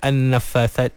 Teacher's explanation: ada nun yang bersabdu, nun musyaddadah. Jadi kena digunnahkan tu seimbang, seragam.